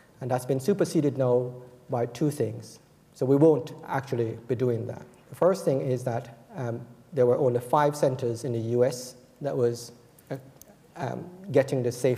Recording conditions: large echoing room